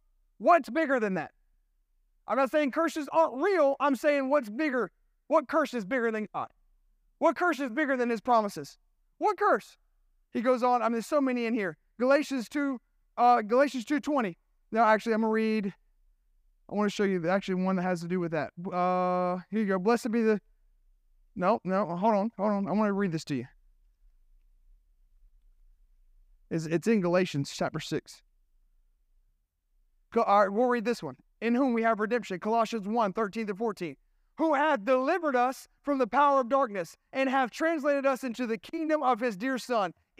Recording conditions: large echoing room